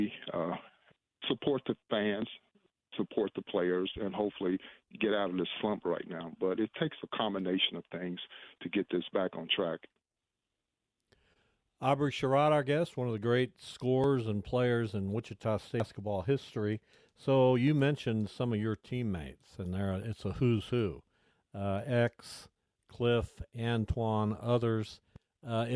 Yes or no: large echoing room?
no